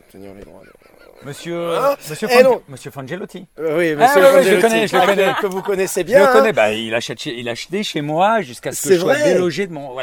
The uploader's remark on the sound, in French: Captation et mise en ambiance d'un barbecue entre presque tous les rivieros du sud.